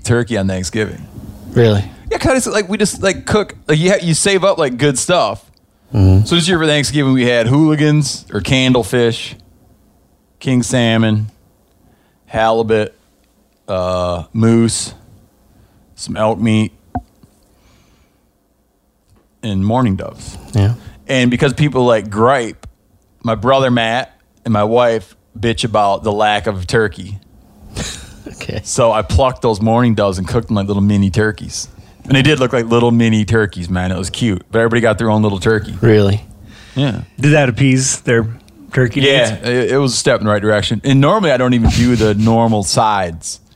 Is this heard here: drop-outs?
no